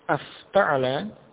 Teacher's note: Hamzah wasal, yaitu hamzah tambahan pada bab ifta'ala, ini menjadi hilang.